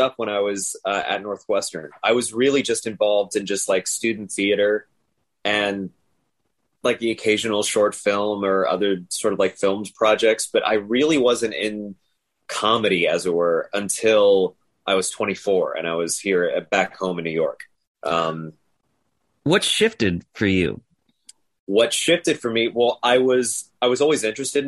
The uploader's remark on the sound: Sat down with me over Zoom.